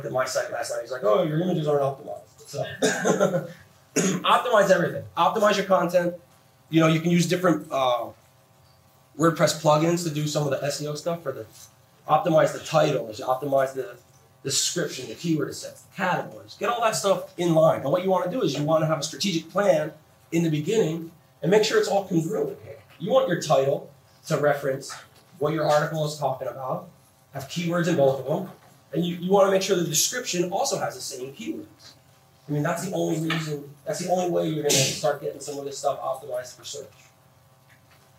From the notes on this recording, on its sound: WordCamp Los Angeles 2011. Sorry, the audio isn't perfect! WordPress WordCamp's can get a bit noisy.